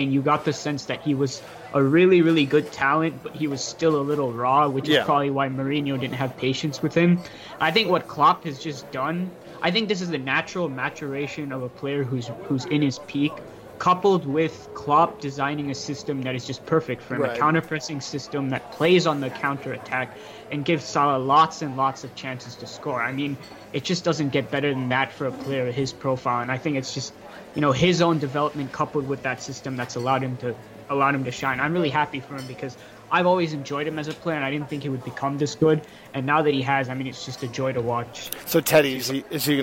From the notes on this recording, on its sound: Recording from a pub at JFK airport (of course).